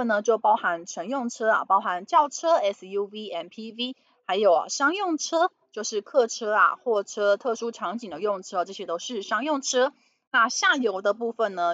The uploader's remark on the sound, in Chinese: 本集有些許雜音，已亟力避免，如有察覺請多多包涵